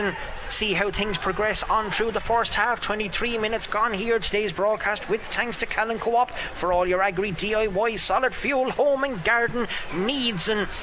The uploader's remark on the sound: The Very Ireland Camogie League continues on KCLR this Saturday as we bring you full live commentary of Kilkenny versus Clare.